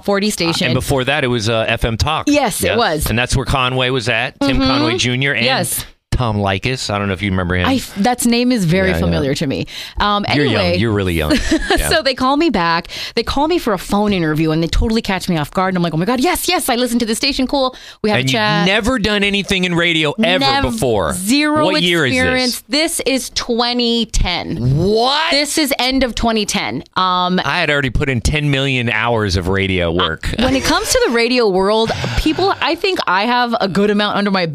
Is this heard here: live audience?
no